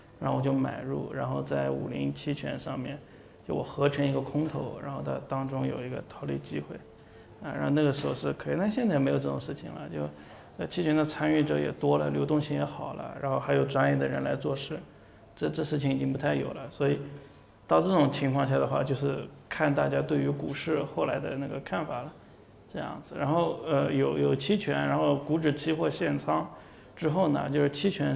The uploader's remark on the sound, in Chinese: 本期音频来自2019DNOC期权夏季嘉年华，圆桌论坛部分内容分享。